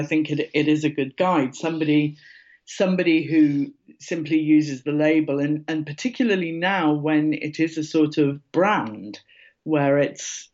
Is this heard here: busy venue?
no